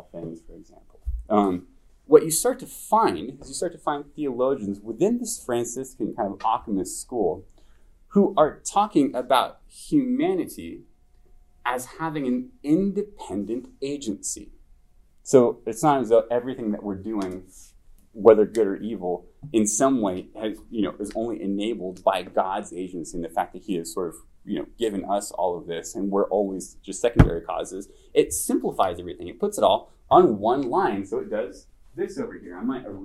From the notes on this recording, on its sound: This lecture was given at the University of Washington on January 27, 2023.